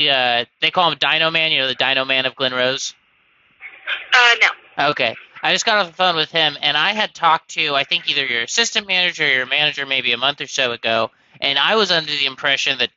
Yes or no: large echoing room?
no